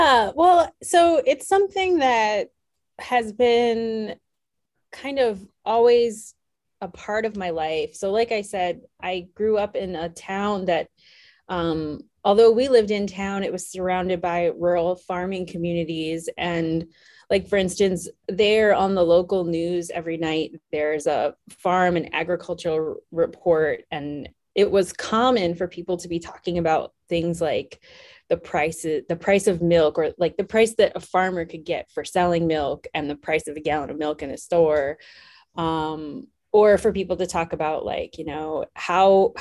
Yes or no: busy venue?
no